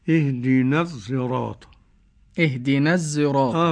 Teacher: الإشمام بقى خلط صوت الصاد بصوت الزاي، فيتحدان فيتولد منهما صوت ليس بصاد ولا زاي